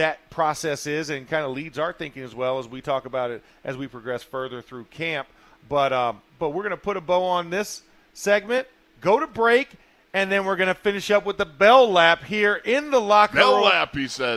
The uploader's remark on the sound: In the Locker Room Live from Steelers Camp Day 9